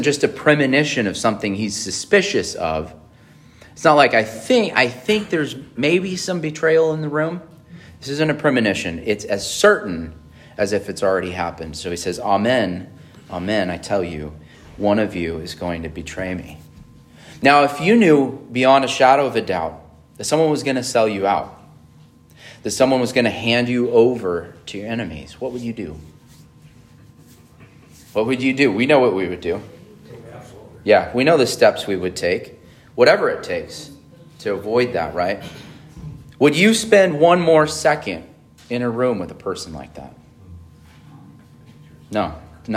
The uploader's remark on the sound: on June 25, 2023 at Emmanuel Baptist Church in Fallbrook, California